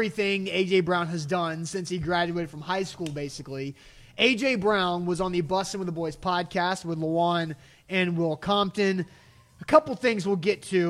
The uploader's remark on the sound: LIVE from Manduu Nashville in Brentwood!